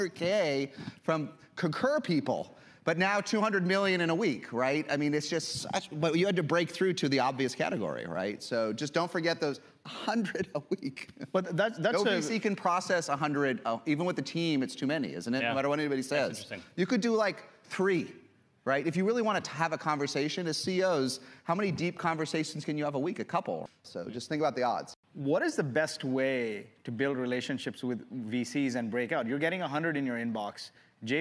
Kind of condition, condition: setting, live audience